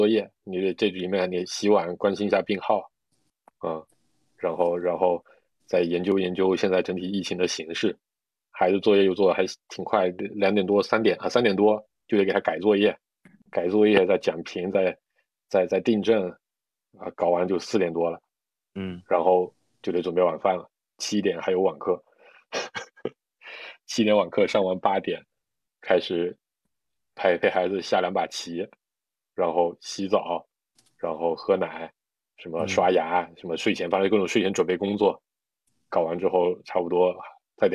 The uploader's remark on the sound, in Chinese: 随着疫情防控形式的陡然变化，我们经过了一系列的考虑后，又一次采用了线上录制的方式。三位主播身处近期疫情传播最厉害的北京。